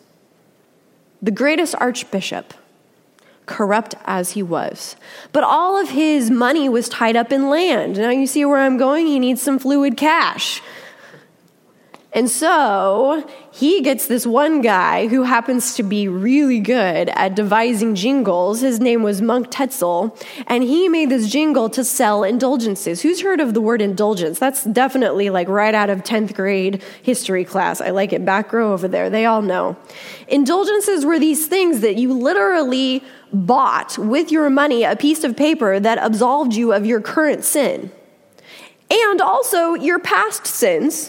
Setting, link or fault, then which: setting, large echoing room